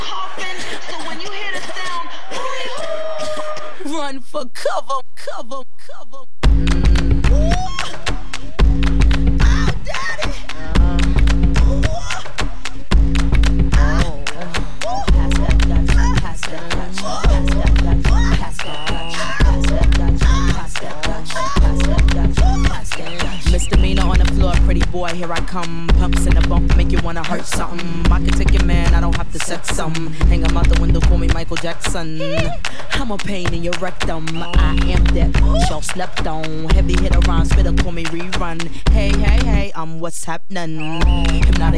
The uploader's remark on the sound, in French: Enregistrer au club Obsession MTL